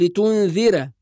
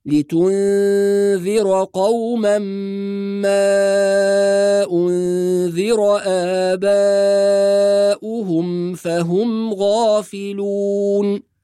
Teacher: الملاحظة الأولى الغنة في كلمة لتنذر، وبعض الناس يرقق الراء فيقول لتنذر، لكن في رواية حفص الراء مفخمة · Shown in: second take · فنحافظ على تفخيم الراء وعلى الغنة الموجودة في الكلمة، فنقول لتنذر قوما ما أنذر آباؤهم فهم غافلون.